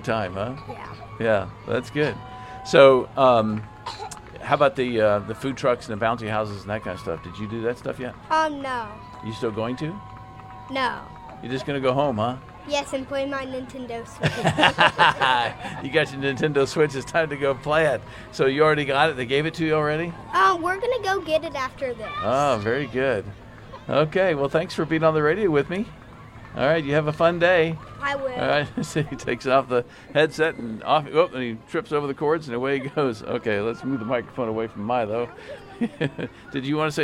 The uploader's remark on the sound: Live from the 2022 Miracle Hill Kids’ Ninja Challenge